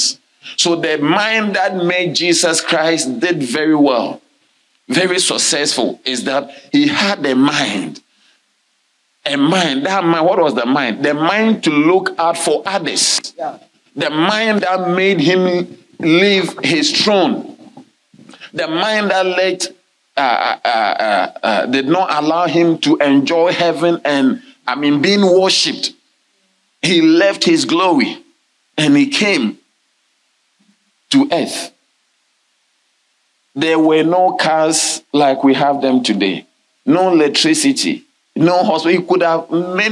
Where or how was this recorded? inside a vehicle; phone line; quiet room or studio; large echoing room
large echoing room